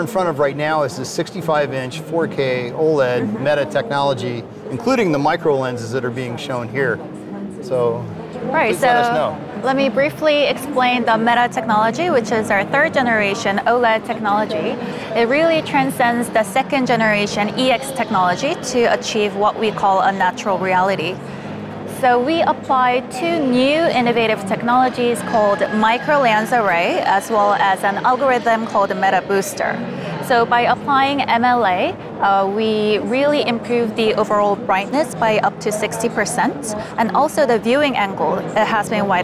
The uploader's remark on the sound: We're back and live from the show floor! Display Week 2023 in Los Angeles, California.